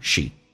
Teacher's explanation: She 不被强调，弱化成短元音